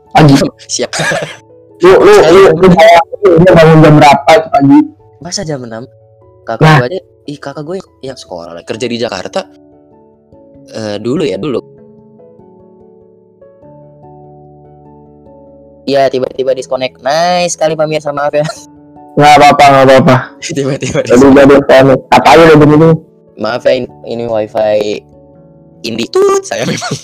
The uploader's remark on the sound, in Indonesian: maaf banget sound kami masih tidak layak